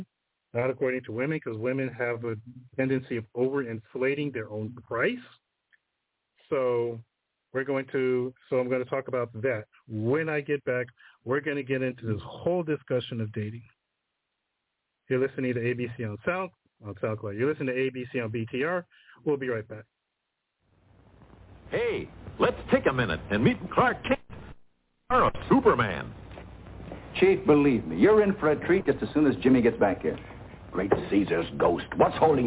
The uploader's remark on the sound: The phone lines are open all show today. Call in with comments and stories.